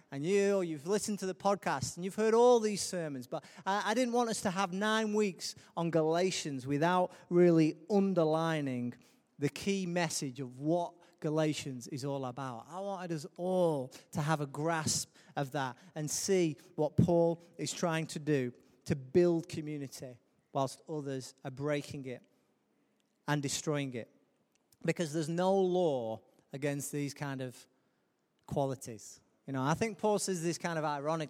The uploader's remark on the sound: Recorded live at Life Church on Sunday 19th Novemvber 2017.